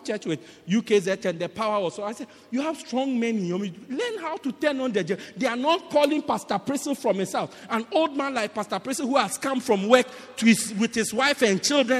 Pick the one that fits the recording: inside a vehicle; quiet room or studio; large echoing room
large echoing room